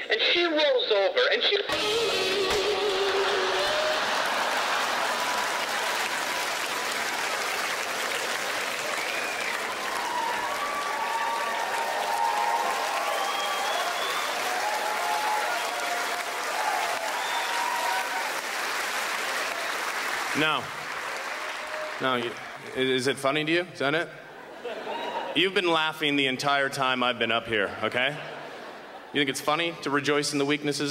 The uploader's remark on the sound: brings his absurd stylings to the 2009 Just for Laughs Festival in Montreal